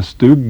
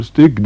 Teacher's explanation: Altså, det heter stugg i stedet for stygg, det har jeg bare hørt ifra Nord-Norge. · Shown in: first take